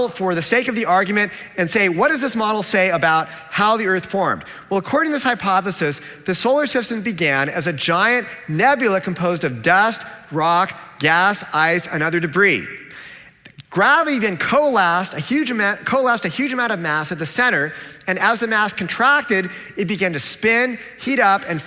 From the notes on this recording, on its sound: a Q&A with his original audience